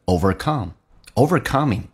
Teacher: overcome 重音在 c 上，在那个第二个部分